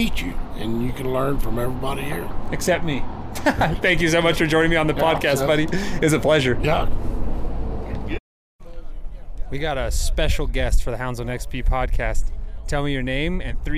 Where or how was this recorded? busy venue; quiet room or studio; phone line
busy venue